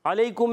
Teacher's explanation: علیکم میں عین پر زبر ہے، حرکتیں نہیں کھینچیں گے عین حلق کے درمیان والے حصے سے، لام یا زبر لئی یا لین نرمی سے ادا کریں گے.